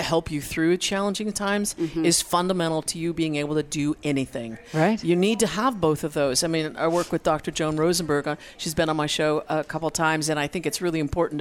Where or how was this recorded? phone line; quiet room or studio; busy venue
busy venue